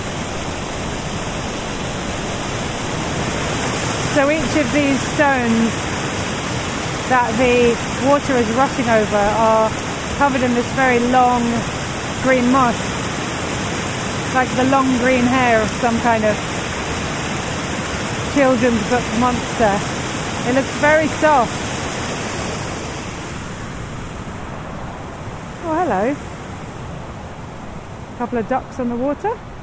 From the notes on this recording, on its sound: This podcast is recorded in 3D sound! She invites you to join her out and about as she captures those small, magical moments of everyday life, in sound. Thanks to 3D recordings, you’ll hear everything she does as if you were right there with her.